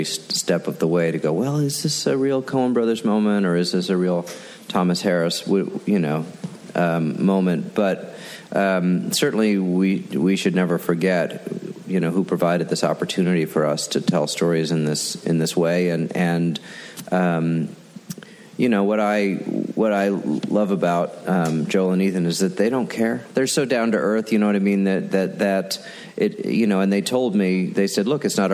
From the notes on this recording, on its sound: From ATX Television Festival. Recorded June 6, 2015 at ATX.